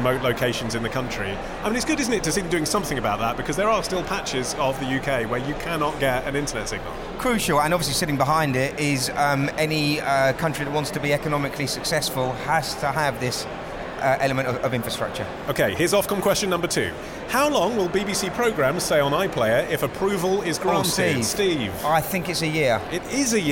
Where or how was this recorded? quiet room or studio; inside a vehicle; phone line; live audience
live audience